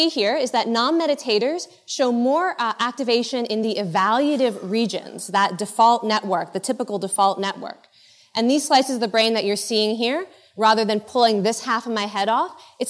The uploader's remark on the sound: In this episode, taken from the Buddhist Geeks Conference in 2011.